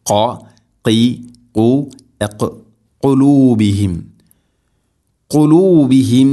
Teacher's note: قلوبهم എന്ന പദത്തിലെ ഖാഫ് ഉച്ചരിക്കുമ്പോൾ തൊണ്ടയുടെ മുകൾ ഭാഗവും കഴിഞ്ഞ് മേലെ ഭാഗം ചെറുനാക്കിൻ്റെ ആ ഒരു ഭാഗമാണ് അതിൻ്റെ മഖ്റജ്.